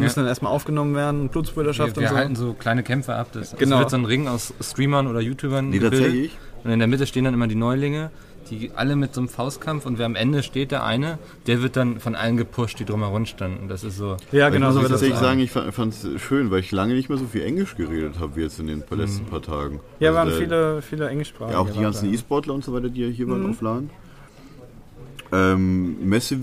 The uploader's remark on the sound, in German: Direkt aus dem Pressebereich der Messe Leipzig haben wir eine neue Version des besten Podcasts aller Zeiten aufgenommen.